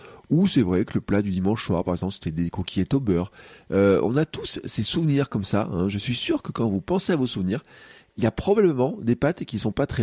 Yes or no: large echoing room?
no